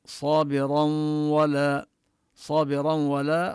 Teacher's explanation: صابرا ولا، صابرا ولا هنا حكم التنوين الإدغام بغنة بالواو، تدغم النون التي في التنوين في الواو بغنة، وهو لم يضع الشدة لأن هذا الإدغام كما بينا هو إدغام ناقص، بقيت هذه الغنة التي هي صفة للنون.